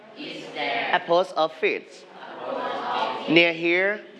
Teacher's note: put rising intonation now because this is a yes, no question